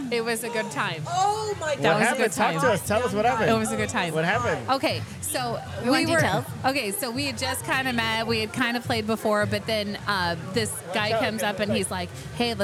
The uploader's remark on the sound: They bring the excitement to you as they record live at Athena's Affairs, a renowned venue for Adult Parties. Throughout the night, you can expect to hear from various guests immersed in the lifestyle, including unicorns, bulls, groups and couples.